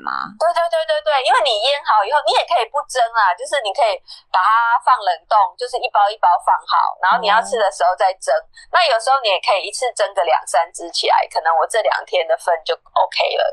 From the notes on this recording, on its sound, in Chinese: 本集音質小不佳。